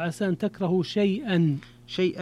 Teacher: فعسى أن تكرهوا مد منفصل مرة معه، عسى أن تكرهوا شيئا. شيئا هنا فيها مد اللين المهموز لورش، وهو لابد أن يكون أربع أو ست، نعم، التوسط أو المد الإشباع.